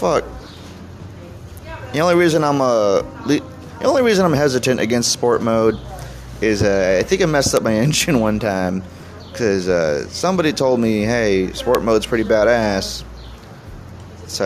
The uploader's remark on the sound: I chat on the outside patio